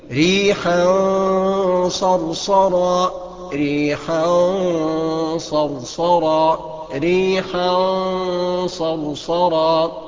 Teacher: شوف الغنه كبيره ازاي، شوف سمينه ازاي، مفخمه ازاي